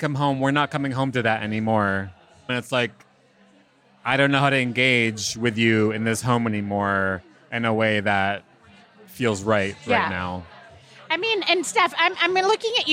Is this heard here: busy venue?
yes